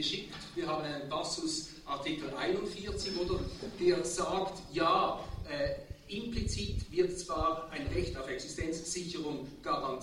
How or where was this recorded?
live audience